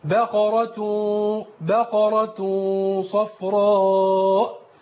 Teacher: عليك بتفخيم الغنة ولا توغل في تفخيمها